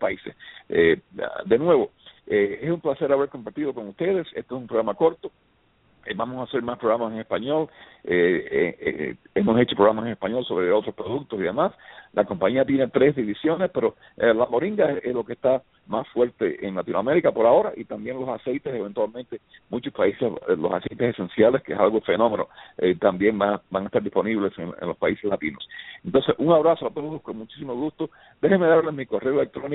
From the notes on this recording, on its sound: LIVE on BTR - for this Special Call. The call will be all in Spanish.